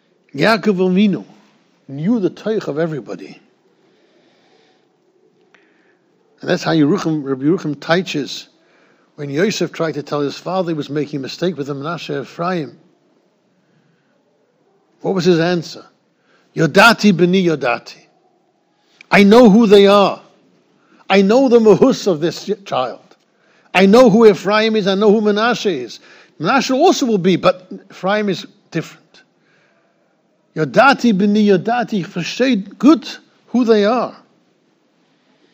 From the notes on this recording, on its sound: Shiur recorded in Yeshivas Ohr Reuven, Monsey, NY